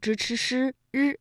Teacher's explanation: 就是由舌尖向上翘起和硬腭的前部相接触，气流受到阻碍形成的一种辅音 · Term: 翘舌音